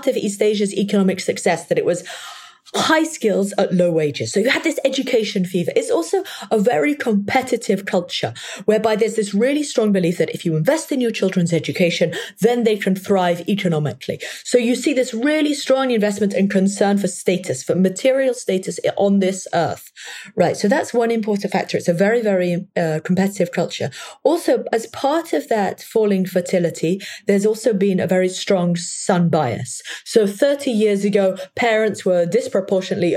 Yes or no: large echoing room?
no